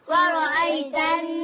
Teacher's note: نون حرف غنة مشدد بالفتح حركتين